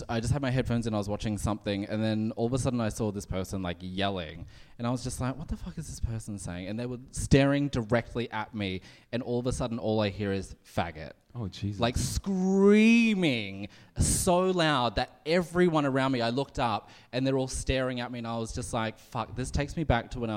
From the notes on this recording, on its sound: We recorded a live episode in Sydney for Sydney's Mardi Gras!